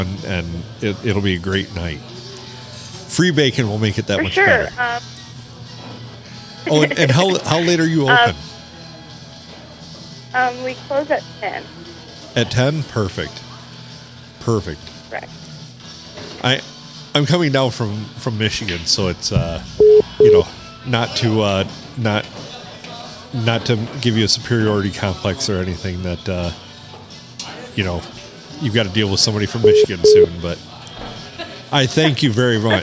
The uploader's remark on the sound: Recorded in the 4-69 (Lovely Port Sanilac) at the famous Blue Water Sports Bar.